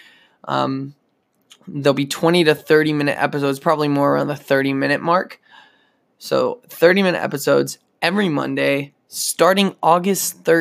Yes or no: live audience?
no